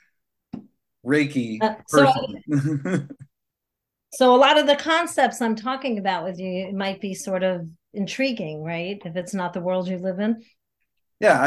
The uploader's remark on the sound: Hop on Zoom. Recorded at Pea Munny Studios.